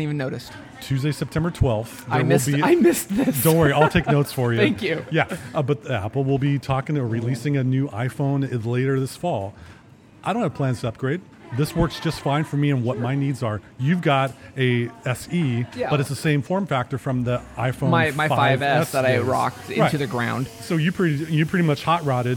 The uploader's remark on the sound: Recorded LIVE in the Dori's Coffee.